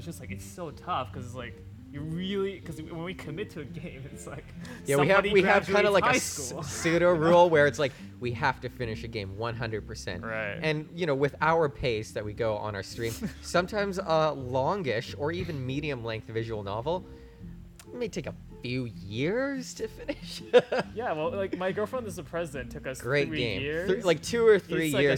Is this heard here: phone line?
no